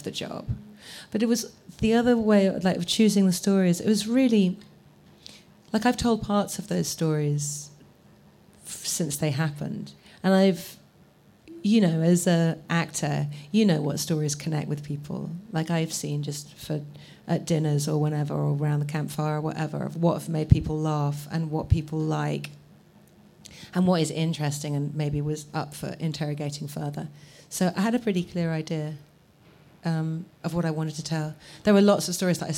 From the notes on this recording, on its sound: In front of a live audience in Bedford Square Gardens, London.